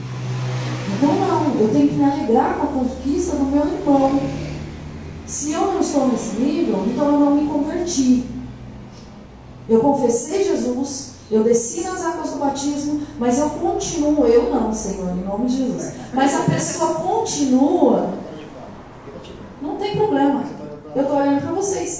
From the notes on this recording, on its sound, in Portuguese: Programa gravado no dia 06/01/2024 na Igreja Desfrutar do Amor de Deus em São Paulo.